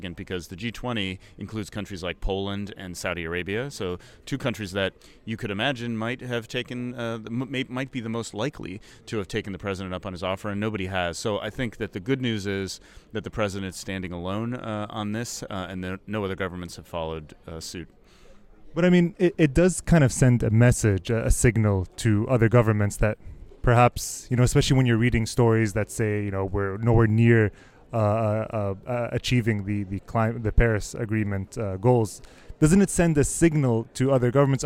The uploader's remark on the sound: We record live from COP 23 in Bonn, Germany where the other 195 countries have gathered to figure out how to save the world.